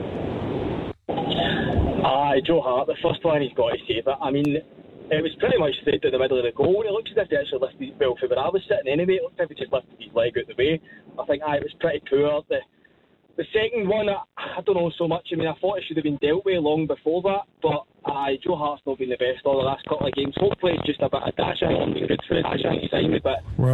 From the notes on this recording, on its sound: Clyde 1 Superscoreboard. Is joined in the studio. The phone lines are opened for you to have your say.